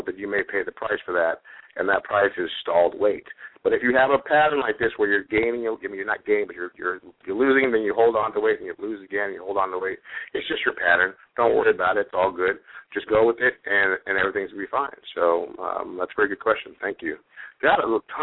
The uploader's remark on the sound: have a live Q and A call